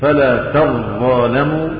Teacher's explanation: تشديد الظاء دليل على إدغام التاء فيها